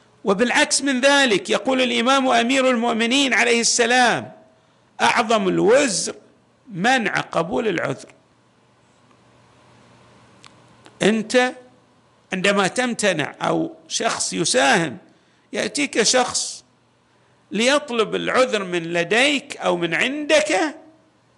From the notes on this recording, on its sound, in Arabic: تسجيلات جامع الامام علي عليه السلام الأحساء المبرز